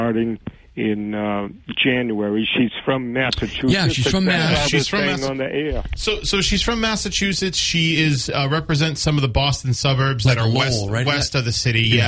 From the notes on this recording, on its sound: take calls from the audience